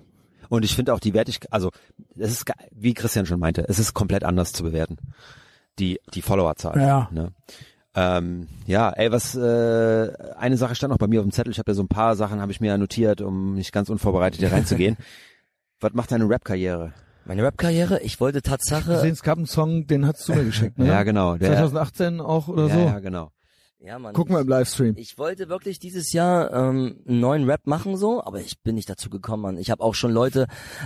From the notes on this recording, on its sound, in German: Aufgenommen im Garten.